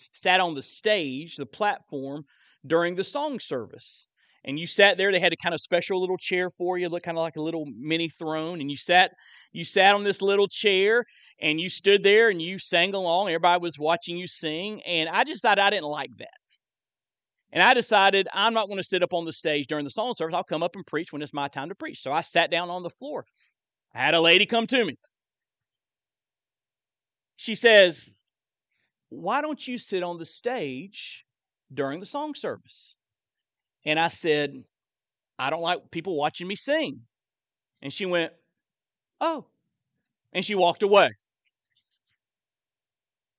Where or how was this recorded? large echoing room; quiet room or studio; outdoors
large echoing room